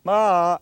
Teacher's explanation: Now, on a purely phonological level, that sound begins with an attack, an ictus, ma, and ends in a descending glide, ma. · Term: ictus plus glide